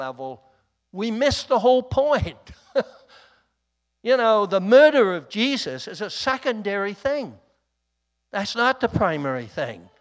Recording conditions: large echoing room